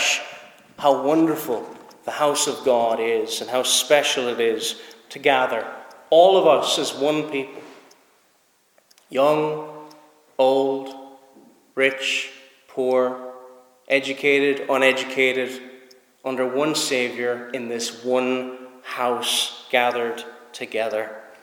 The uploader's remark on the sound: Preached at Snizort Free Church -Continuing